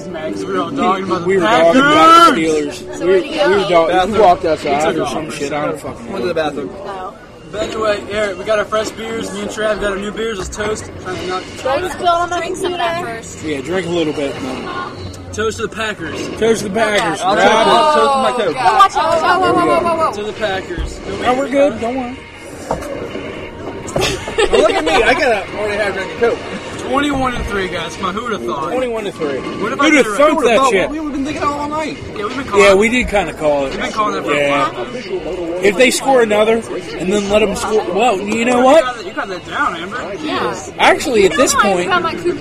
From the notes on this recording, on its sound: Super Bowl Show LIVE from Glory Days in Ranson! Apologies for the audio, we're in a bar during the Super Bowl, with a shit load of people, haha.